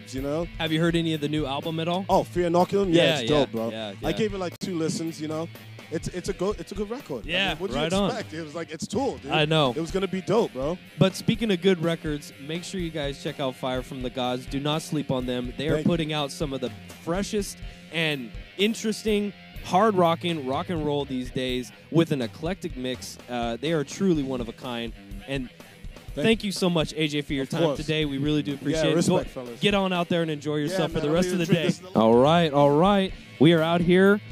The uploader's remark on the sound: Aftershock Festival Day 3 coverage of Sunday October 13th, 2019.